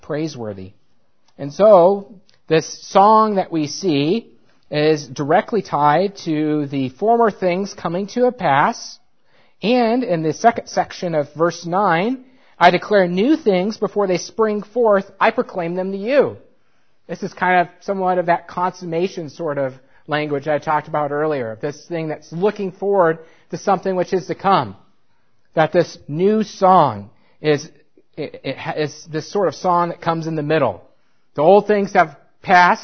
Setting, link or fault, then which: setting, large echoing room